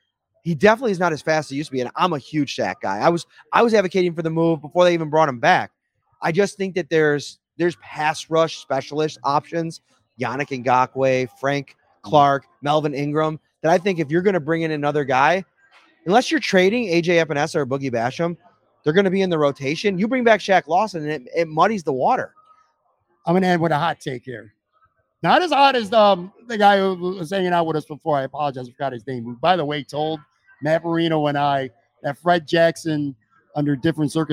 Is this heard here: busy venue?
yes